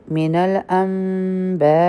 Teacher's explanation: د نون ساکن آواز به میم ساکن ته بدل شي او دوه سیکنډه ټایم به ورکو ځکه چې دلته د میم ساکن اخفا هم ده. · Term: اقلاب